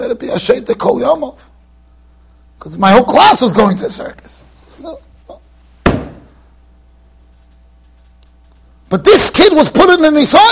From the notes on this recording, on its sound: Shiur recorded in Yeshivas Ohr Reuven, Monsey NY.